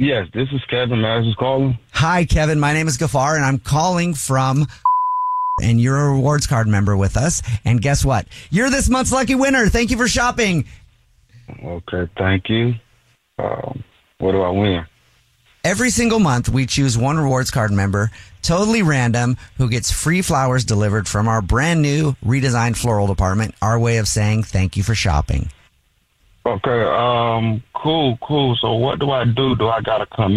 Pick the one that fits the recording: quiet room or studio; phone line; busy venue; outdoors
phone line